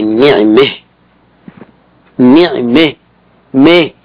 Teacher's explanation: فتحة الميم، فلا يضر هذا السكون لأنه حاجز غير حصين، إذن فتميل الفتحة نحو الكسرة لتقدم الكسرة على النون فتميل الفتحة عند الوقف فتقول هذه المرأة لك أو أي شيء، هذه المرأة لك من الله نعمه نعمه مه.